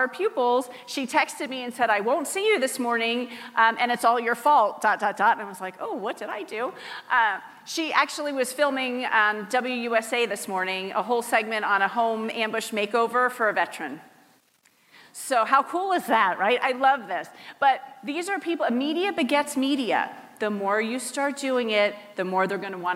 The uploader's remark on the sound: Teaches the audience at the HyperFast Sales Summit how to get PR famous.